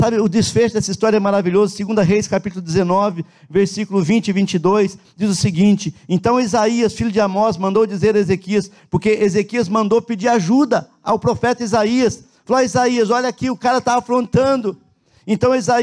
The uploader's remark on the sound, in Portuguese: na Igreja ABA Curitiba (Transmitido ao vivo)